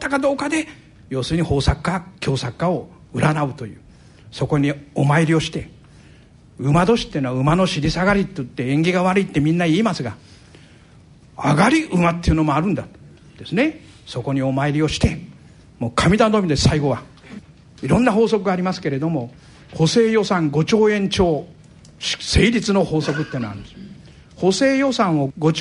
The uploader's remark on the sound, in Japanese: ラジオＮＩＫＫＥＩの新社屋がある虎ノ門琴平タワーにて開催された、ラジオＮＩＫＫＥＩ開局６０周年記念「マーケット・健康寄席」の模様をお送りします。同公開録音の後半部分をお聞きいただきます。講演会『投資の極意』の模様。